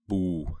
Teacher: They're saying the very wide long O sound instead of kind of a more pursed lips. It's interesting, and that gives you that kind of islandy sound a little bit.